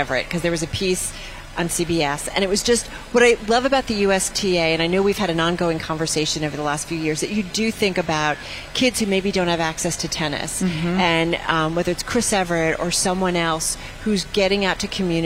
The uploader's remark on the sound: live from the Open